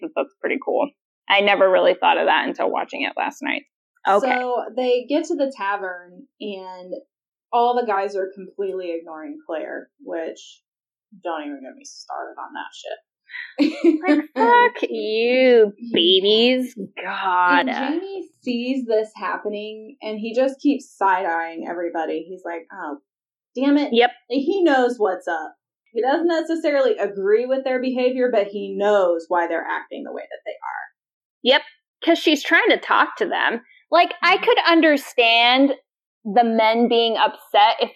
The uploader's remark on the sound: Please excuse the lesser audio quality, we were experiencing technical difficulties during the recording process.